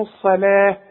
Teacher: الصلاة فخم قوي الصاد واللام رققها